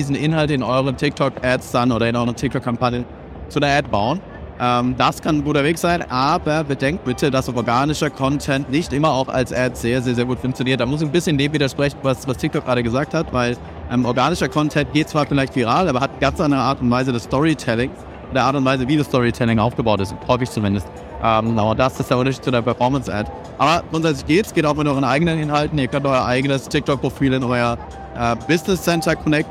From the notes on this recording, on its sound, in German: Live Podcast von der OMR2023. In unserer Guided Tour über das Festival.